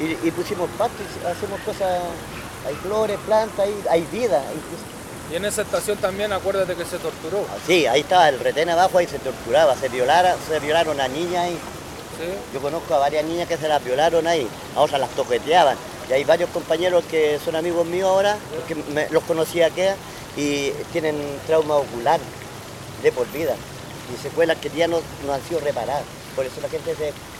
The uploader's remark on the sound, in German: Este son las entrevistas originales que grabamos el día 5 de septiembre 2022, el día después del rechazo de la propuesta por una nueva constitución, en la plaza dignidad en Santiago de Chile. Originalaufnahmen der Stimmen von der Plaza Dignidad in Santiago de Chile.